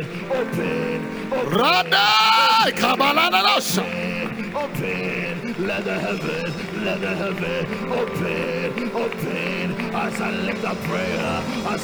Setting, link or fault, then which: setting, large echoing room